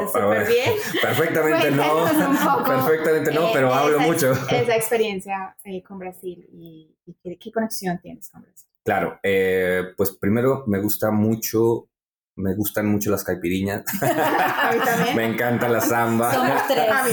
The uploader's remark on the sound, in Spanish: ¡En vivo desde el Rare Advocacy Summit 2023!